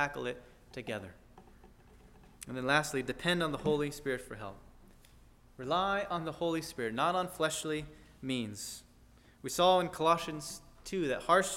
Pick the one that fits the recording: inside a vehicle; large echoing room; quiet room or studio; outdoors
large echoing room